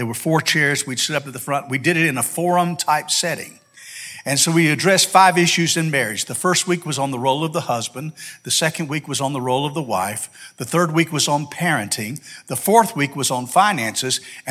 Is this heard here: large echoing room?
yes